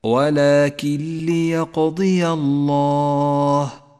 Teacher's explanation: النون الساكنة وبعدها حرف اللام إدغام بلا غنة نسقط النون من اللفظ ولذلك لونت بالرمادي إشارة إلى عدم نطقها ونشدد حرف اللام الذي بعدها هكذا ولكن ليقضي الله.